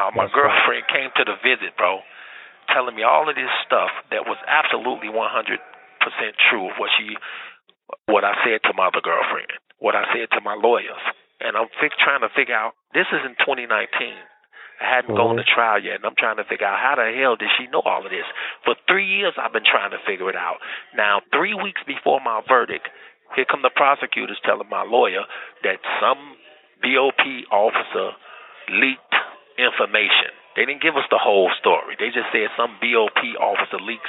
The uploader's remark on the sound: LIVE PHONE CONVO